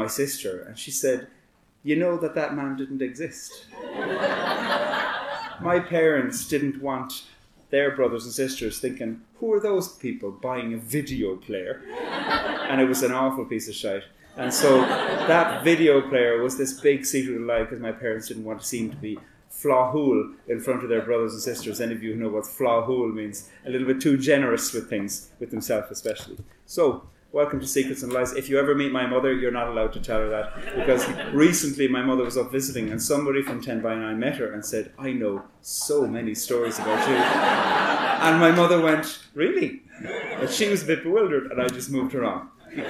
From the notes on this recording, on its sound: Tenx9 is s a live storytelling evening held in Belfast's Black Box. Nine people with up to ten minute to tell a true story from their own life.